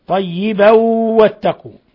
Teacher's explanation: تنوين فتح جاء بعده الواو إضغام بغنة